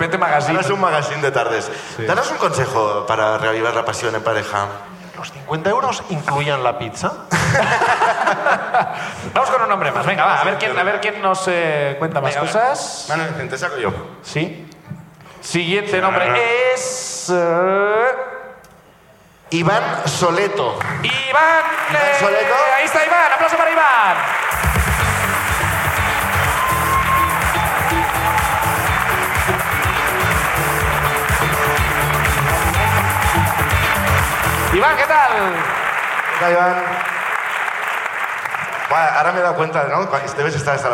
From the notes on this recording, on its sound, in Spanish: La Ruina desde Madrid. El público de La Ruina.